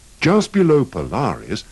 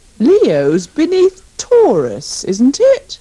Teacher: pronounce the first E of below, beneath, beside, and between with the sound of the I in sit